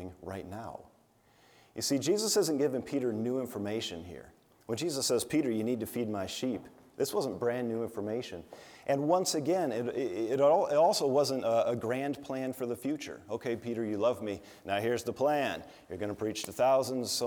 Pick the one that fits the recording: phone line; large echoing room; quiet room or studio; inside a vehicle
large echoing room